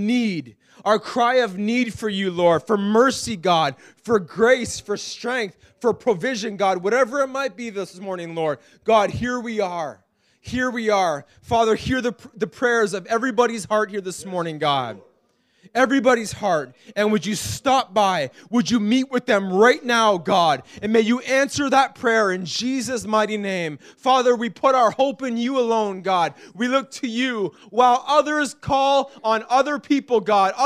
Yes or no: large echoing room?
yes